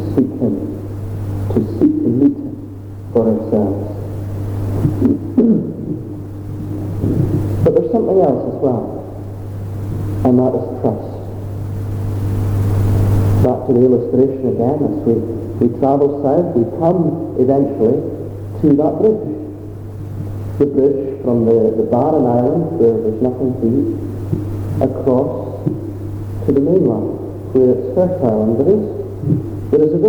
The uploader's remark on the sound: Apologies for the sound quality